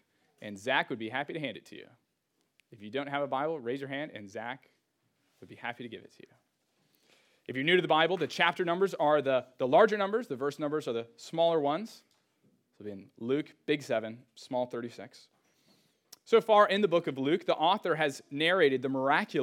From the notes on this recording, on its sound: Sermon audio from Trinity Church of Bedford’s first service!